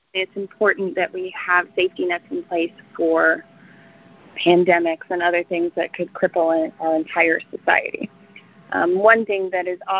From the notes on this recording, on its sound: live telephone town hall recorded on March 13, 2021